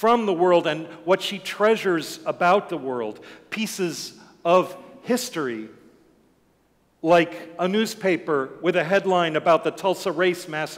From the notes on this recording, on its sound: Sermons from Old South Church in Boston